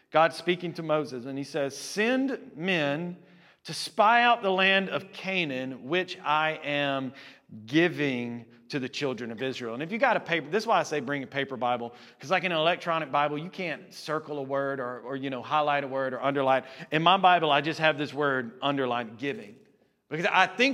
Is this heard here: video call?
no